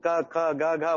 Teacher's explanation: जब क ख ग घ बोलते हैं वो थ्रोट में वाइब्रेशन होता है